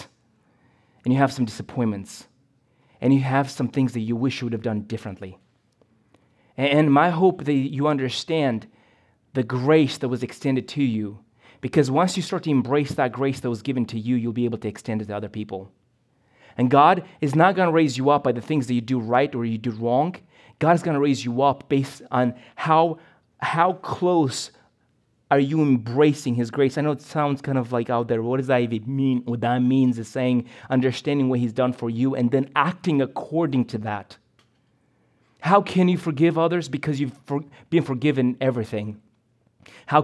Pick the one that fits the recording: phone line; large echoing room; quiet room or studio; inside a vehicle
large echoing room